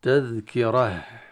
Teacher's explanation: الهاء من الحروف ماذا؟ الرخوية، يعني يجري فيها الصوت، وكذلك يجري النفس